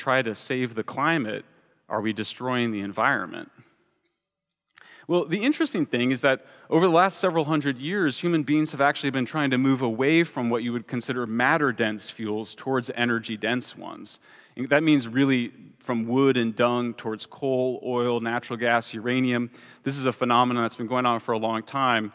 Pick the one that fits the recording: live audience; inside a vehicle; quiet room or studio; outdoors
live audience